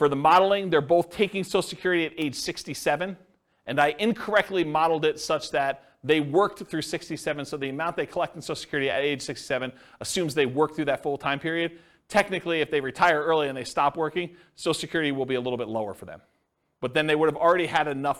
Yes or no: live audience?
yes